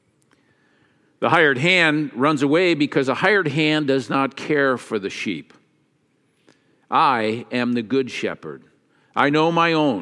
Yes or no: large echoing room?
yes